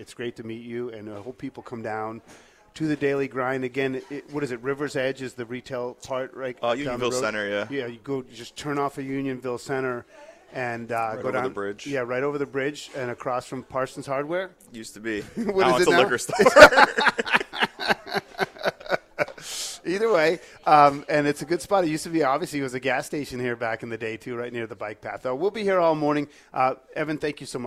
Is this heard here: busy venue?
yes